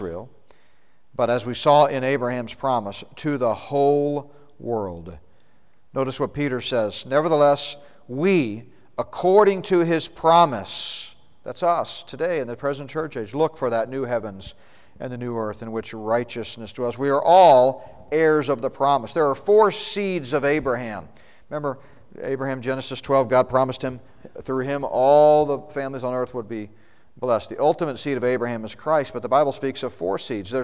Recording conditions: large echoing room